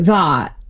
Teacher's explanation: saying the vowel a, like in that, more backed